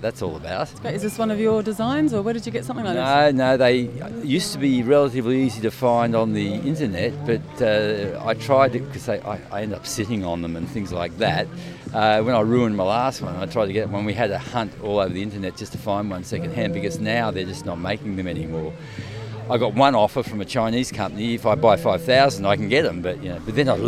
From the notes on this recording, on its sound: Live in the Shire. Glowingly gorgeous people mingle and move towards my mic.